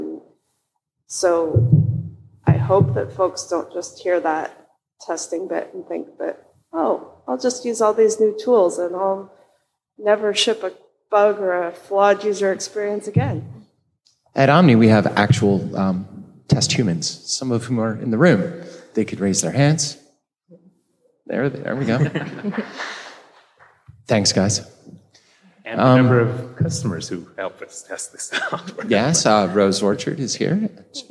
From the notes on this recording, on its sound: This week, a full panel of guests joins us live at the NextDoor developer conference.